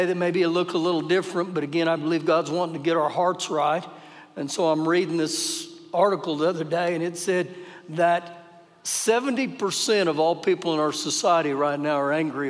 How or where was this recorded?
large echoing room